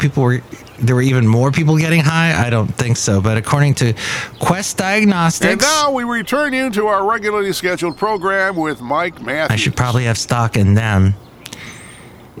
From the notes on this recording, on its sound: podcasts live from Café Anyway